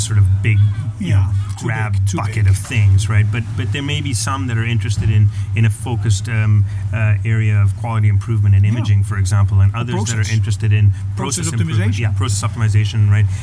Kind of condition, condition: setting, busy venue